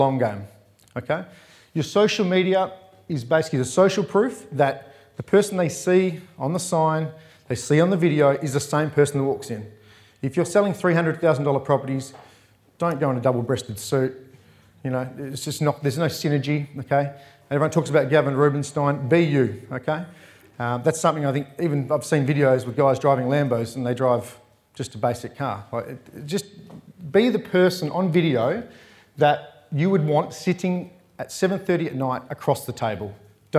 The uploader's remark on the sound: recorded live at REBar Camp 2019